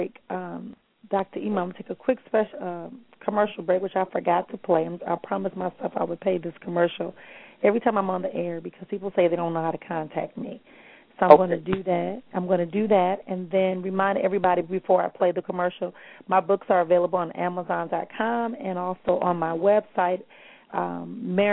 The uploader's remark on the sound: callers may call in with questions